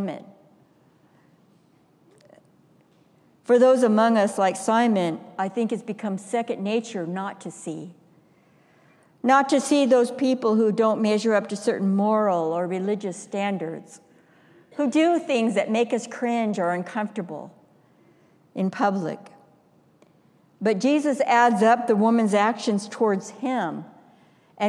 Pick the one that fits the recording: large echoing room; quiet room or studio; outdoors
large echoing room